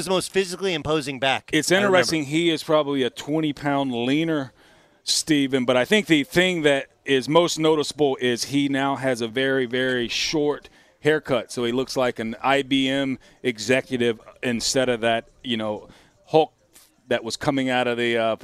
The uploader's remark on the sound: Broadcasting live from Rams Training Camp at UC Irvine